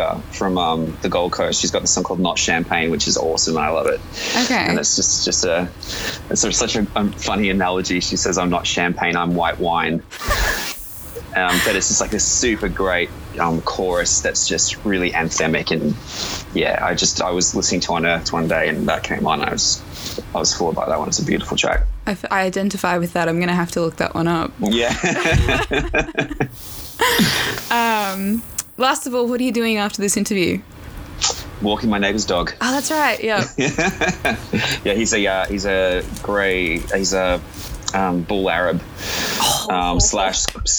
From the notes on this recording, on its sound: Due to face to face and travel restrictions, we’ve had a few more phone interviews than usual.